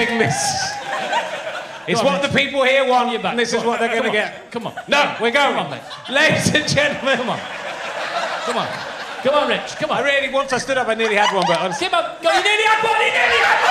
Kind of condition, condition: setting, live audience